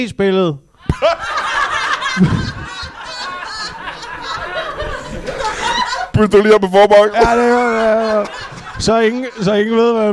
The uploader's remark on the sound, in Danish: LIVE fra Odense